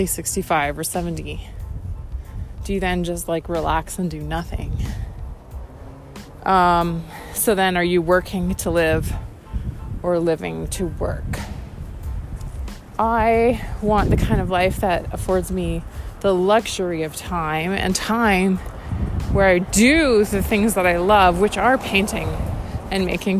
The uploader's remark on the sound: Random ramblings while walking in miserable, windy, winter, dreaming of living in tropical paradise. Windy, winter walk.